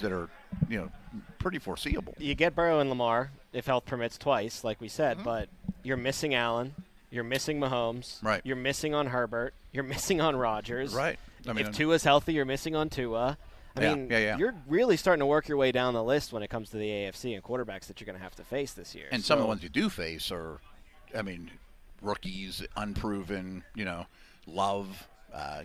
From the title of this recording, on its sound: The Drive Live from OTA's Day 7